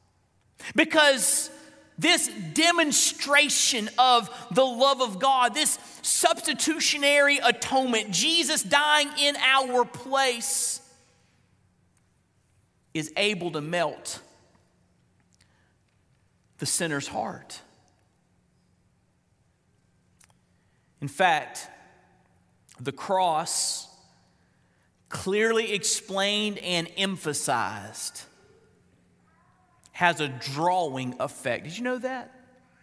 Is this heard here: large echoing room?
yes